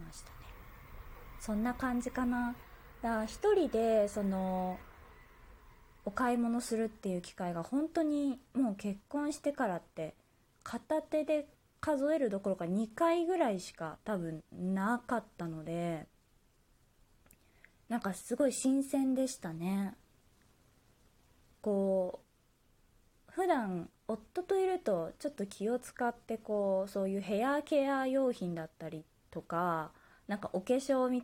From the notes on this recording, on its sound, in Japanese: 自宅でスマホによる収録のため様々な騒音が収録されています、ご了承ください